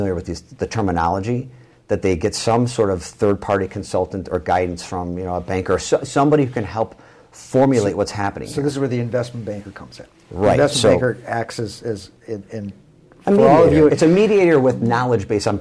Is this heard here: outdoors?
no